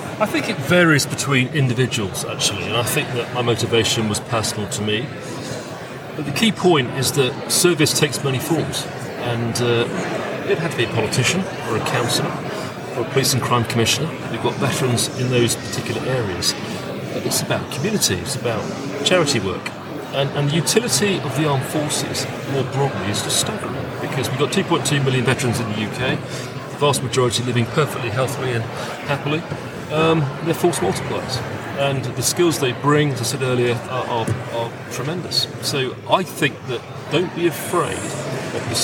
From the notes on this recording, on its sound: We return back to Conservative Party Conference where we record a special episode of Veterans In Politics with a panel of veterans in front of a live audience. It's always fun to hold podcast recordings in public.